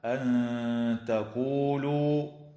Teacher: تخفى النون الساكنة عند التاء مع الغنة مرققة